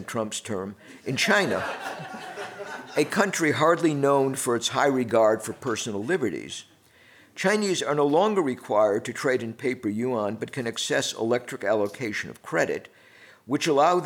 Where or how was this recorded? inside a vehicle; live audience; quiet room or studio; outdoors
live audience